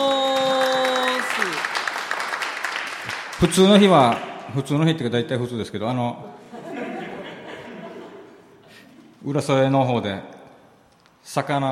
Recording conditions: live audience